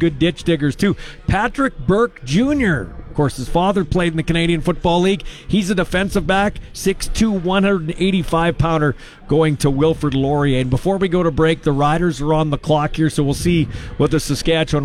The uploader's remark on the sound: LIVE from Harvard Studio 620 lounge at Mosaic Stadium!